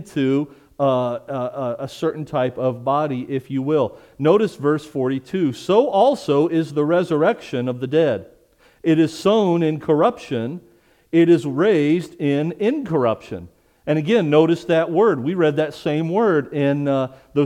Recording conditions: large echoing room